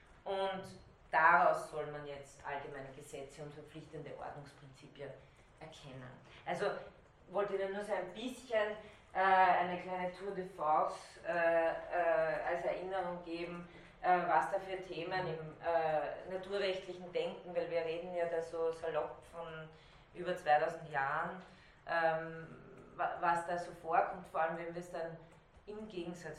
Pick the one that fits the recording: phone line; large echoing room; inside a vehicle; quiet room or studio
large echoing room